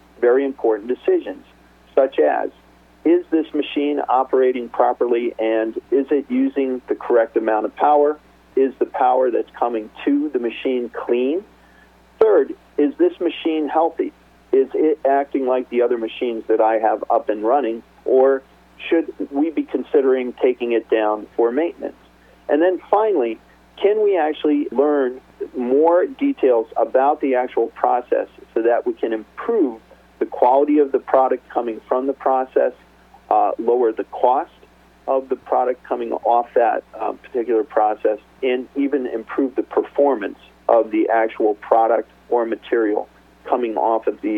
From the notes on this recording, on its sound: called in to SmallCapVoice.